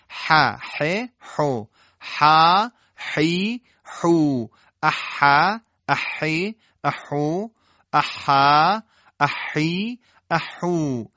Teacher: پس حا با گرفتگی ادا میشه و نه مثل های دو چشم و نه افراط در حا که تبدیل بشه به خا